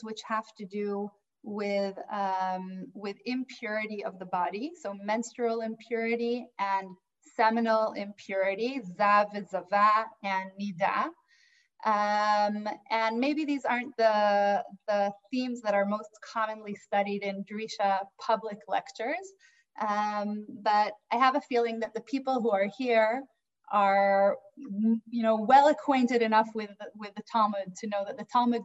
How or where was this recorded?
video call